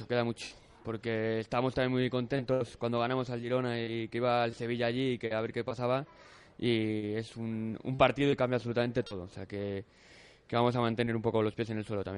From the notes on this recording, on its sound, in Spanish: Tertulia de aficionados. En directo desde el HOTEL LA VEGA.